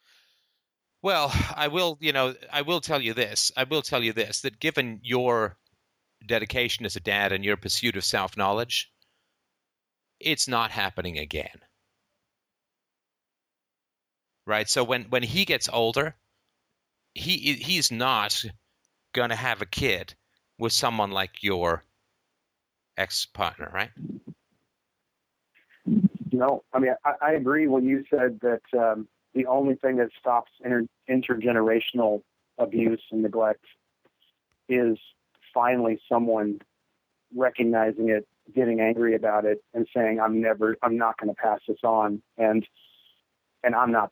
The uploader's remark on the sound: Wednesday Call In Show. An incredibly brave listener calls.